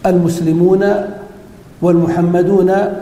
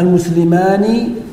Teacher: فالكلام هنا على نون جمع المذكر السالم وعلى نون التثنية، فذكر أن لغة الجمهور فيهما أنهم يفتحون النون في جمع المذكر السالم المسلمون والمحمدون، ويكسرونها في المثنى